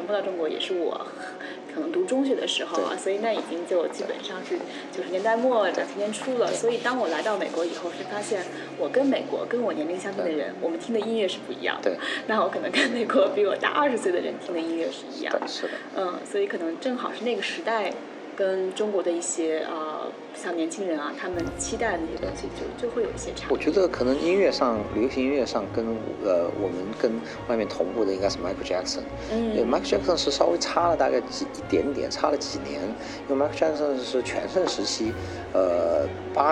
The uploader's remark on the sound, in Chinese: 我们在佛罗里达奥兰多的星战全球粉丝大会的现场